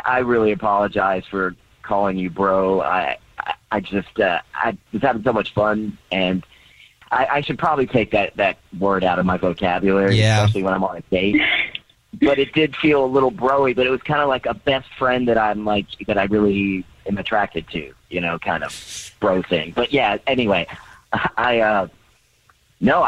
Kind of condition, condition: link, phone line